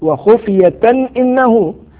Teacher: الحكم إظهار لوقوع الهمز بعد التنوين